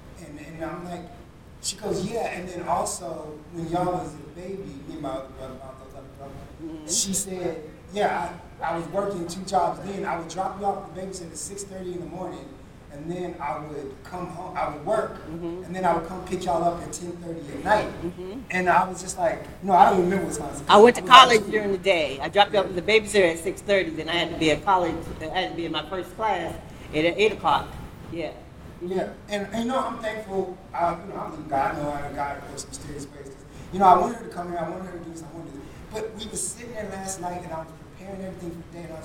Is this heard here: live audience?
yes